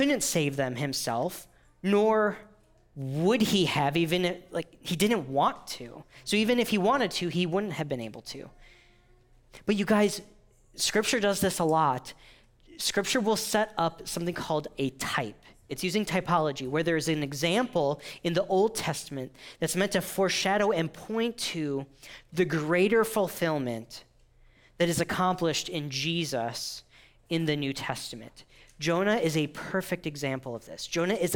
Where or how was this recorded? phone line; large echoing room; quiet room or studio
large echoing room